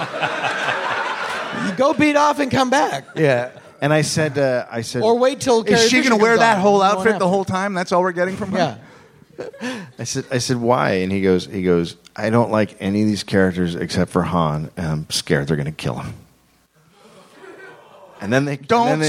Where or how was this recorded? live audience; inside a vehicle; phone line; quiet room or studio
live audience